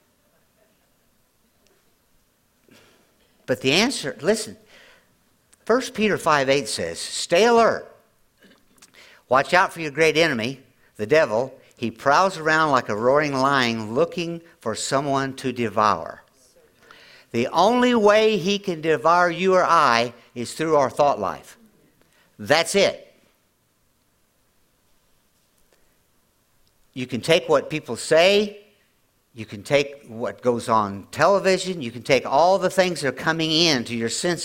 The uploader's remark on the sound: at Grace Church in Chester Illinois